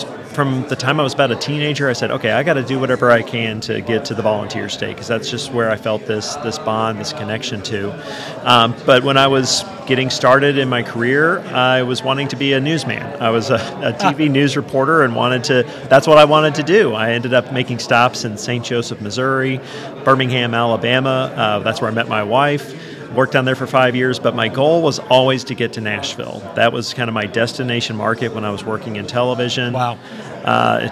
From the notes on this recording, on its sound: LIVE from the SEDC Annual Conference in Williamsburg. Is live at the Council's Annual Conference in Williamsburg, Virginia.